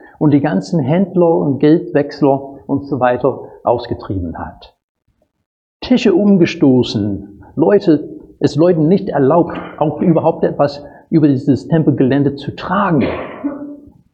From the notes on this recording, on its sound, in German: Predigt aus dem Gottesdienst